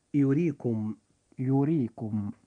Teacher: حرف الراء في هذه الكلمة جاء مكسورا وهو في وسط الكلمة فيجب أن يرقق عند النطق · Term: الترقيق